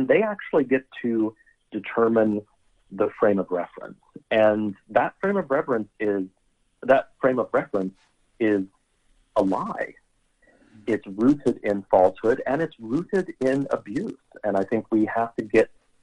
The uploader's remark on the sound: Our Shiftheads called in with all kinds of stuff.